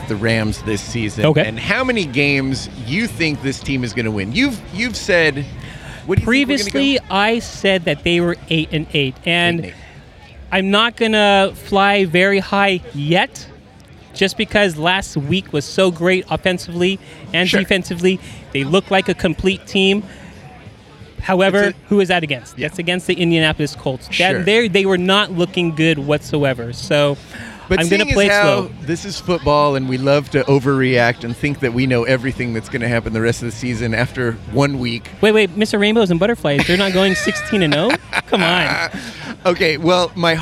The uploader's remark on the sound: The guys are at the Coliseum recording from the South Lawn.